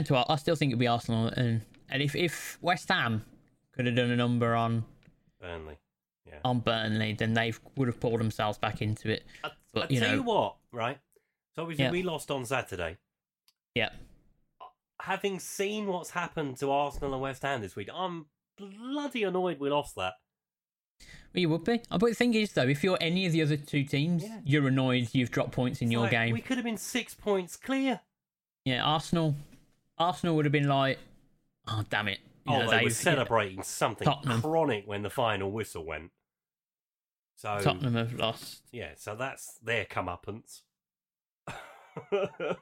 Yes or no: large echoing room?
no